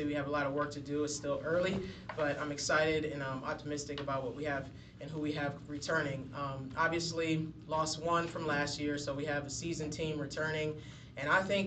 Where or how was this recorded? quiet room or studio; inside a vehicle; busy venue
busy venue